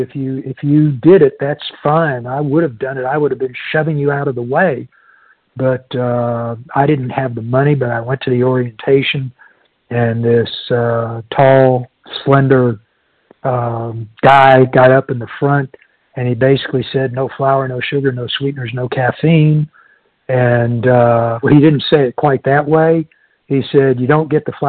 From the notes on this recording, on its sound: from the 100 Pounders Phone Meeting, 2/21/23